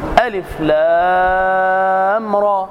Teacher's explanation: أما عن المد اللازم الحرفي المخفف فالميم فيه حرف المد بعده حرف لا يكون مشددا، مثل ألف لام را، مد لازم حرفي لأنه مكون من أحرف فوتح الصور، مخفف لأنه لا تشديد فيه، يمد بمقدار 6 حركات